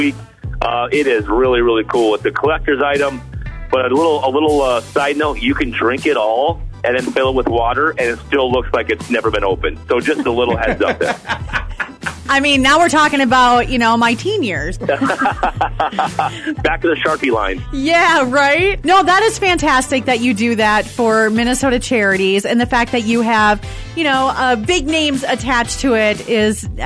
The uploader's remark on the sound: calls in to chat